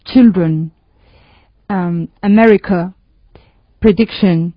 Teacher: Los últimos sonidos de estas tres palabras están muy relajados y entonces podrían identificarse como schwa.